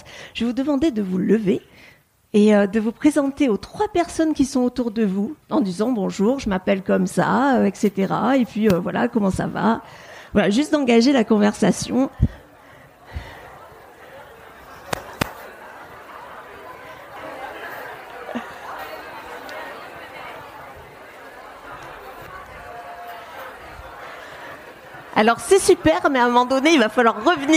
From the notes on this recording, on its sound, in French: Retrouvez la captation audio de ma conférence spectacle. Jouée à la soirée organisée par l'association Force Femmes et la CEPAC.